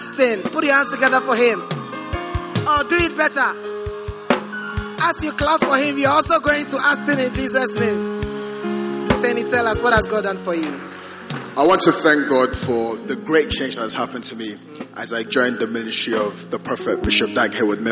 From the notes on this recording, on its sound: Preached at the Prophetic Encounter Service.